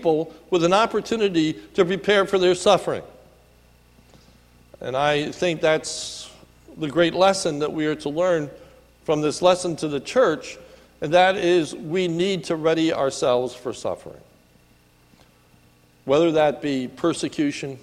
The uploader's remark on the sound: sermon recorded at the Lebanon Bible Fellowship Church in Lebanon, PA on 10/28/2018 during the evening service